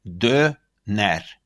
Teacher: Это не ё, вторая буква, а такой звук «э»